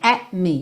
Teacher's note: Mas é interessante reparar nesse sotaque específico do inglês britânico que nem o T, na verdade, nem a língua no céu da boca tem